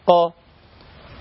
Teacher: مدت الألف، ولكن القاف لوحده لا يمد. لو أن حرف القاف عاوز أمده ما ينفعش، قا، ما ينفعش أمده أكتر من كده، دا، طا، لا أستطيع أن أمده أكتر من هذا.